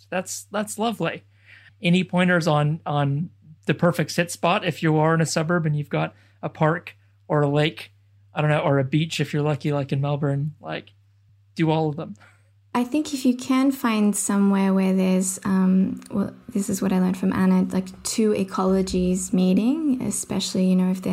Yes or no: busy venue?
no